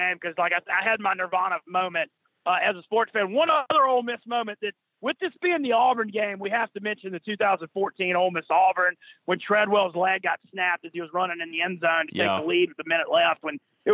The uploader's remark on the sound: joins on the Modern Woodmen phone line